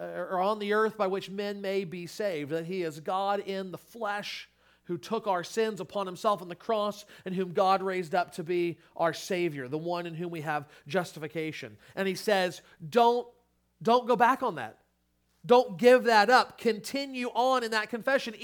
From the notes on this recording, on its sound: Sermon Audio from Crossway Christian Church